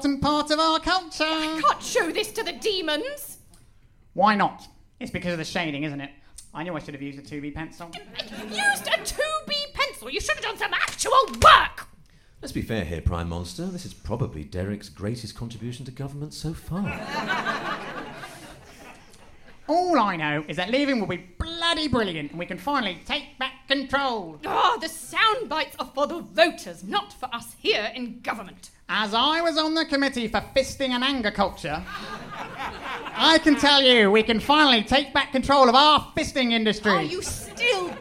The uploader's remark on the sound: DEXIT: Demonic Exit was recorded in front of a live audience at The Comedy Store.